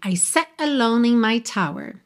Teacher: poderíamos ter sat alone, mas a … prefere dar uma cortadinha. Então a gente tem I sat alone in my tower, tá?